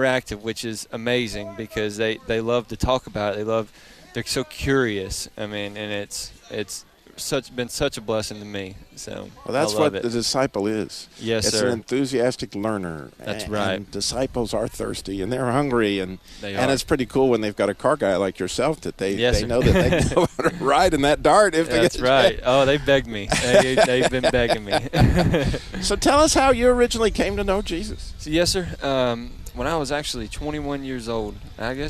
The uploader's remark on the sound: Live from the Sweetwater Baptist Church Car Show!